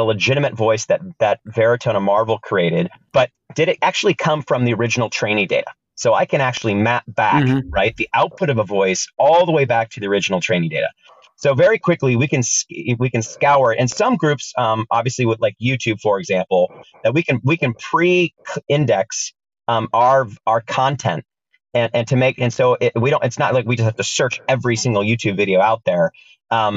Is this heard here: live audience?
no